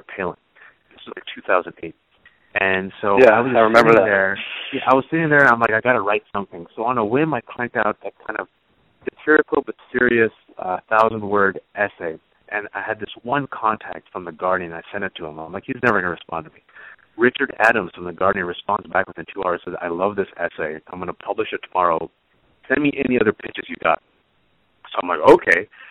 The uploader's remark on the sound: You're listening to KLX Berkeley at 90.7 FM. Coming at you from the Public Affairs Department here at Calex. Joined us via phone.